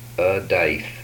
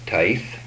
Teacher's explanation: These are voiced and voiceless alveolar stops.